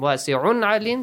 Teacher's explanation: Tanwin plus ayn. Idhar. Clearly pronounce the tanwin sound.